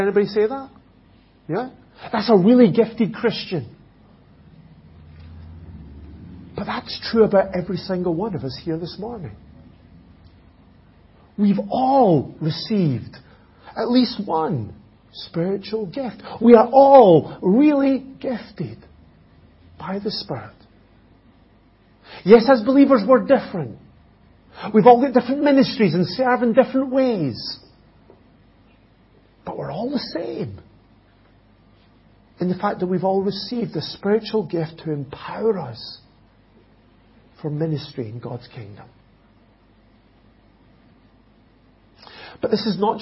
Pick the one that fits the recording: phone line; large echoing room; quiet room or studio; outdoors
large echoing room